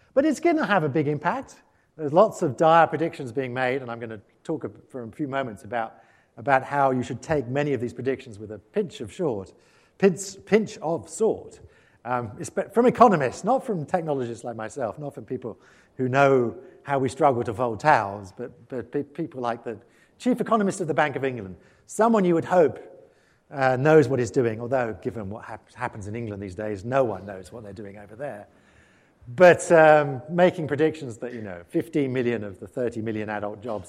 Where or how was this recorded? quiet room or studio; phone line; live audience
live audience